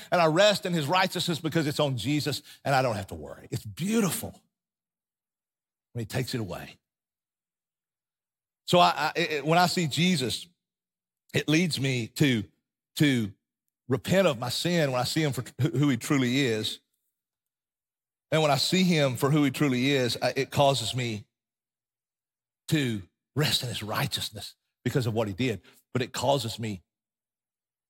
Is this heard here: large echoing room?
yes